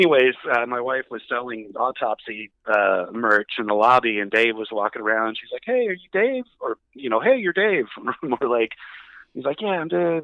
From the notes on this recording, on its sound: A quick phone interview.